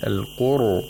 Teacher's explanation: Ra is pronounced with tafkhim in this word, al-Qur'an, because it's sakin and preceded by a letter with a dhamma. So you have to pronounce it thickly with velarization.